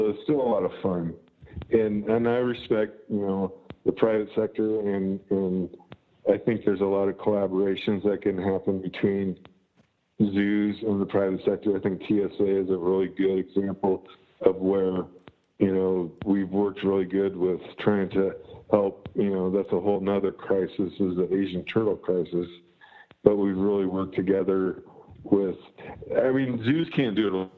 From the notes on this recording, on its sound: Apologies for any audio issues on this one. Line proved a bit dodgy.